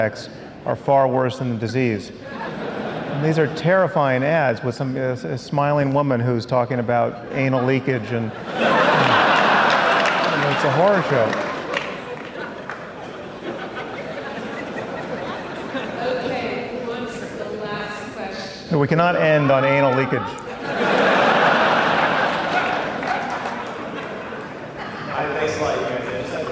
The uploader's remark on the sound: at a live event in Los Angeles